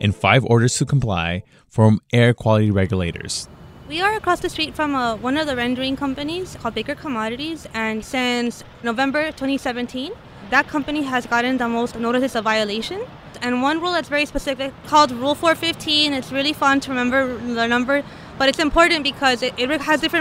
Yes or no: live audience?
no